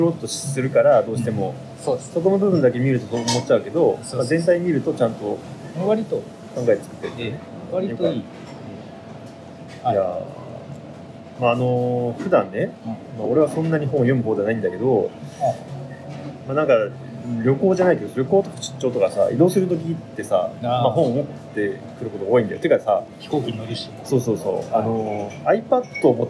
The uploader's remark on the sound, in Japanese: 11月末に札幌の喫茶店で収録した音声を配信します。